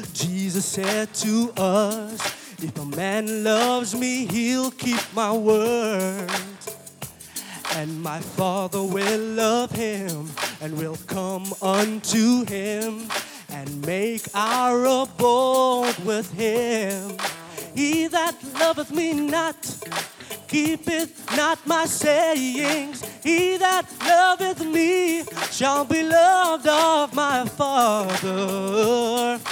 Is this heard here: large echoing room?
yes